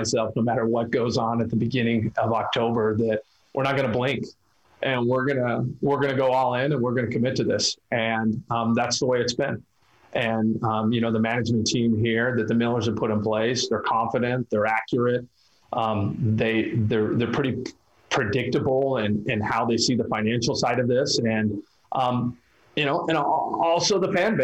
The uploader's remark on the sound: fielded questions from local media via ZOOM